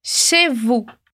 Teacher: a gente não pronuncia nem o Z e nem o S no final dessas duas palavras